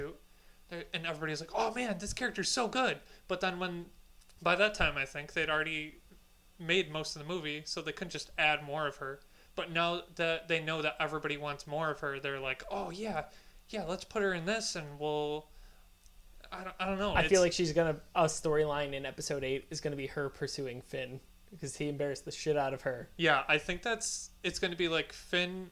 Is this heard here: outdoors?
no